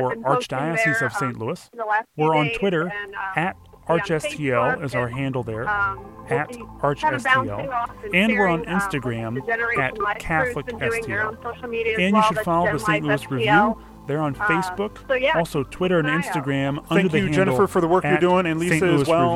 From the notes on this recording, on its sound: LIVE from the March for Life as recorded last Friday, January 19th, 2018